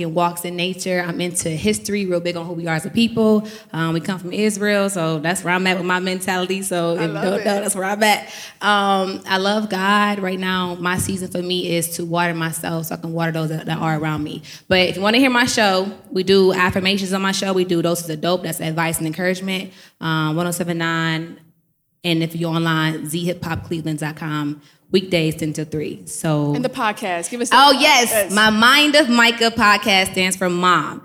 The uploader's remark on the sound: We Went LIVE For Episode #80 with an in-person audience + special performances?